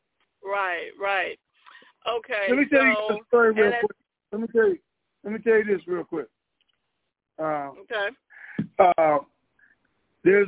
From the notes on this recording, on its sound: TNTSuperfantastic Conference Call